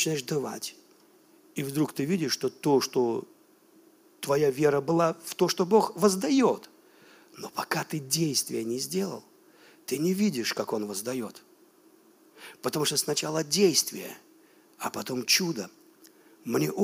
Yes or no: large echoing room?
yes